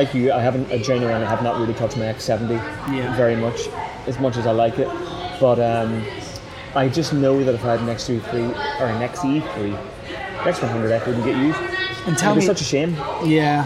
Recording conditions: background noise